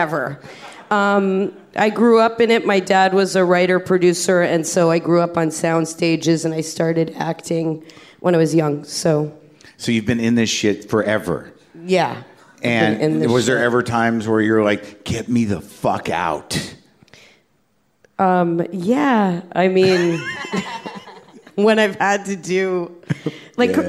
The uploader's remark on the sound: Live From the LA Podfest